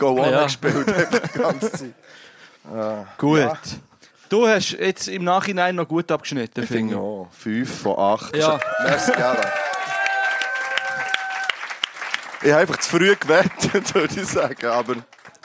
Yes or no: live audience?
yes